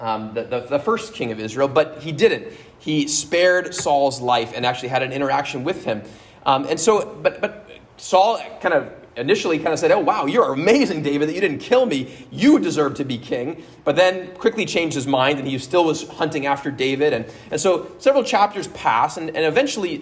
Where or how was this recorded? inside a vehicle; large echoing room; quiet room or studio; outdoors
large echoing room